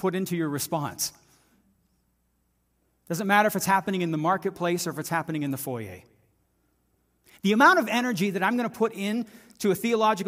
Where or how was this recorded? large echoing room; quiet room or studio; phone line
large echoing room